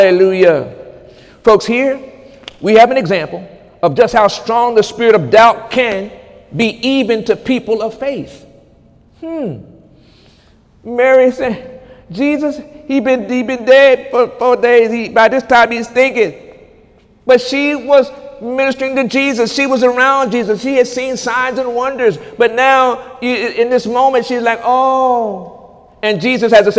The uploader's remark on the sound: During Sunday morning service on May 6, 2018